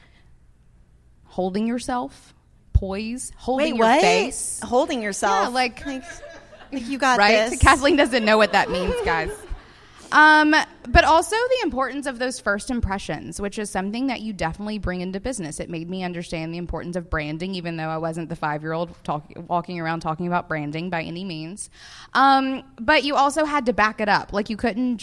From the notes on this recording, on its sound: Woo and Curiosities Live from NOLA. We're coming at you live from our podcast recording at Being Boss New Orleans!